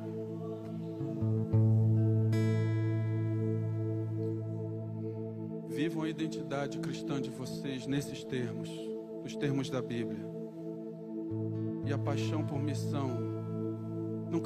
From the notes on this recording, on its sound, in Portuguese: Conferência Missionária 2023 da Igreja Presbiteriana da Penha. Culto AO VIVO Igreja Presbiteriana da Penha. Rua Major Rudge, 145, Penha - São Paulo.